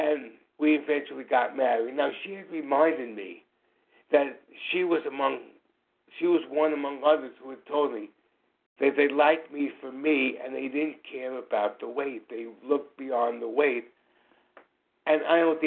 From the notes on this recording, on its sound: from the 100 Pounders Phone Meeting, 5/6/23